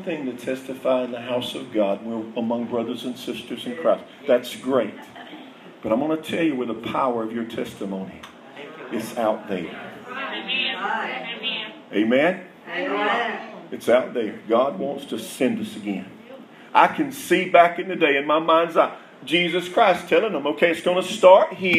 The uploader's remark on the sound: Revival at Rocky Branch Congregational Holiness Church in Dothan Alabama night 3